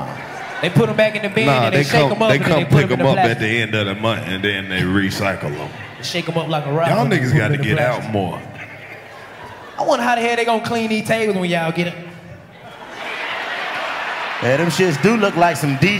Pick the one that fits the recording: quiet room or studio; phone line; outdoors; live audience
live audience